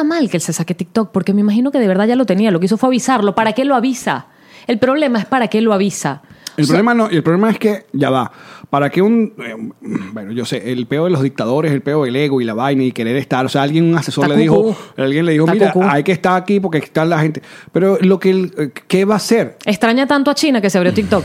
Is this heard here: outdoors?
no